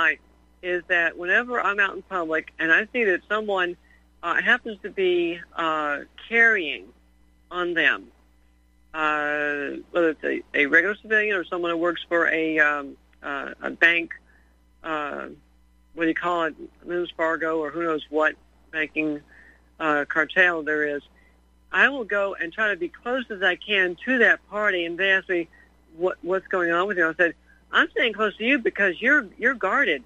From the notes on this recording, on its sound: Your phone calls.